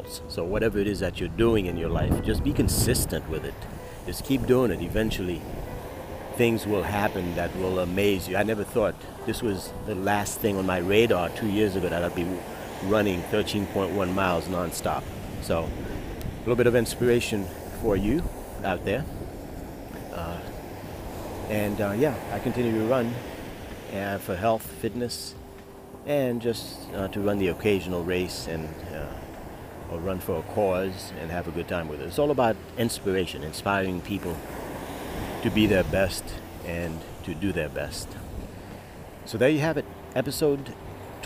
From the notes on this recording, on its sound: Live at the oceanfront